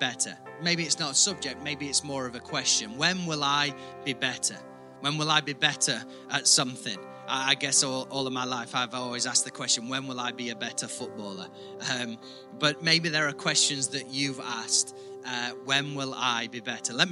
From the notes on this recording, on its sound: IKON Church. Recorded at the Chesterfield Campus this is the message from the service.